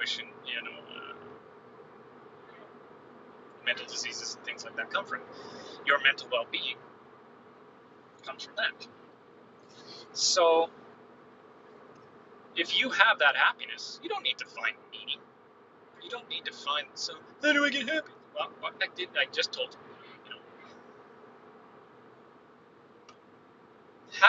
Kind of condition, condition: fault, background noise